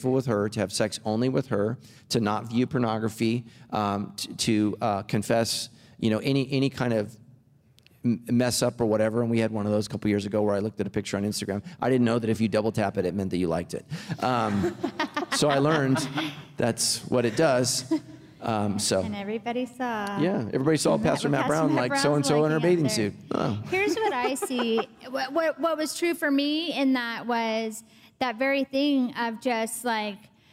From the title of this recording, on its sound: Recorded Live!